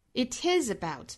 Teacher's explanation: 这里面的 is 需要做重读，因为它其实是对前面的一个否定哈，不是关于这个，而是关于什么什么。Is 需要做重读，而是关于什么呢？